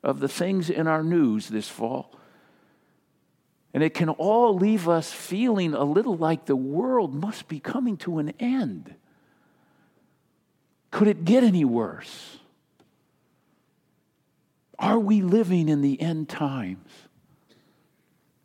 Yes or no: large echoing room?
yes